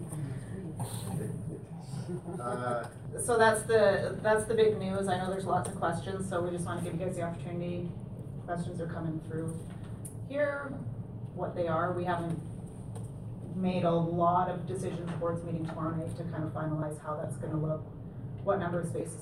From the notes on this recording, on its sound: Audio recording of the April 10, 2017 Regular Meeting of Peace River's Town Council.